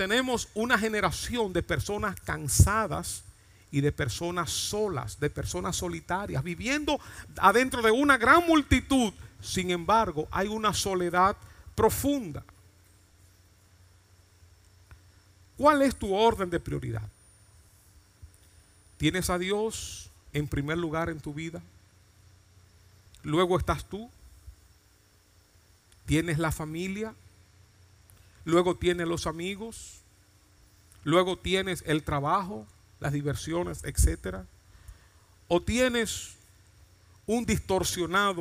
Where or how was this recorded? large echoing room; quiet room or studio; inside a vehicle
large echoing room